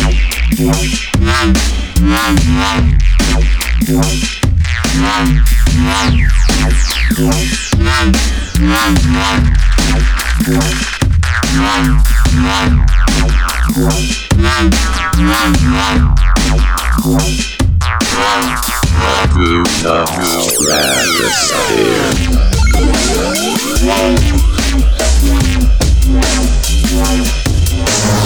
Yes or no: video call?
no